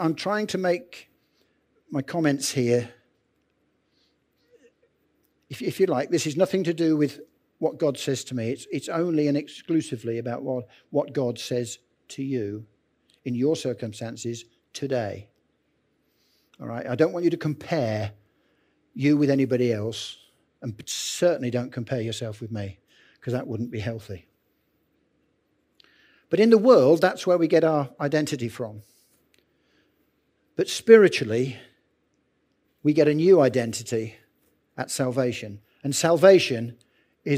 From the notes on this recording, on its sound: Recorded Live at Central vineyard, Northampton.